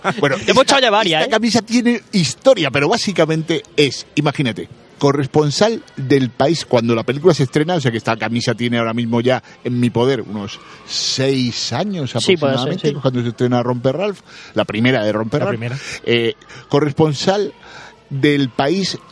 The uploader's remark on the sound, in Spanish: En Certamen Audiovisual de Cabra. Grabada desde la 24 edición del “Certamen de creación audiovisual de Cabra el pasado 20 y 21 de Septiembre de 2019.